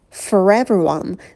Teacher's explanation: Для всех, for everyone, for everyone. Звук «р» мы произносим в этих словах, чтобы речь была более плавная, более гладкая.